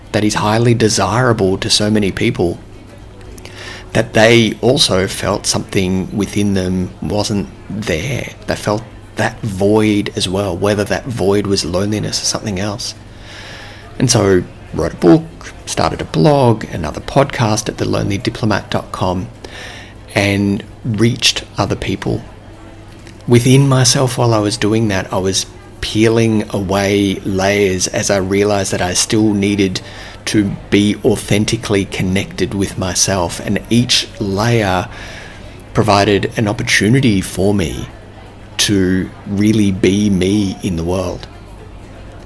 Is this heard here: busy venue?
yes